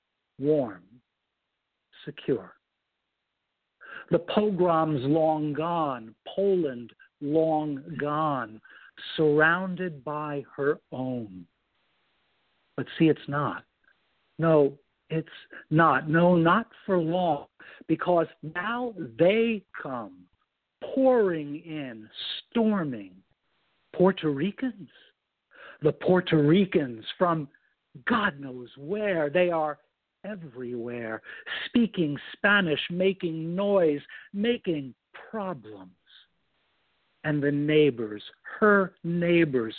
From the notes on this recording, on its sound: Who called in and shared poetry today. Worldwide Open Poetry Reading. Thanks to poets from Springfield, MO, Washington, DC, Los Olivos, CA, Boston, MA, Pasadena, CA, and Sioux St.